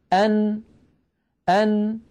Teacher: خرجت بقرع طرف اللسان لما يحاذيه من غار الحنك الأعلى. إذن نخلص إلى نتيجة: الحرف الساكن يخرج بالتصادم بين طرفي عضو النطق. · Term: النون الساكنة